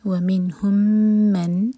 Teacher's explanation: میم اور میم کا ادغام، تو میم ایک میم پڑھیں گے ہولڈ کر کے